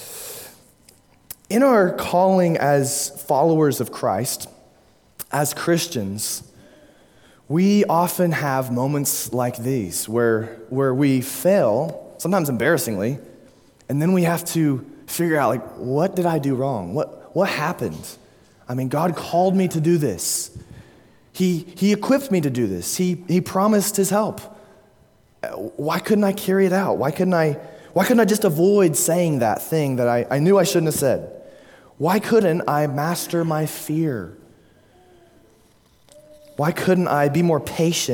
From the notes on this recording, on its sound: at Immanuel Baptist Church, Springdale, Arkansas.